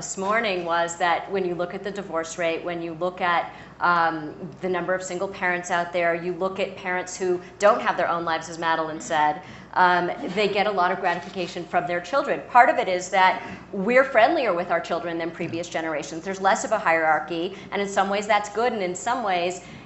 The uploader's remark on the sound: from the Aspen Ideas Festival